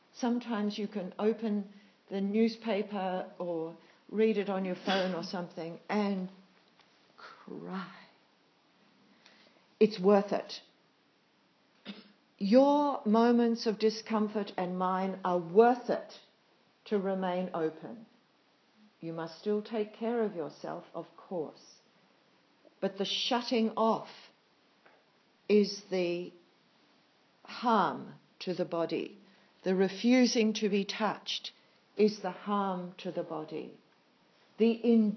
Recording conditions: live audience